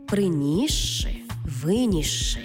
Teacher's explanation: де с і ши читаємо як подовжений звук ши.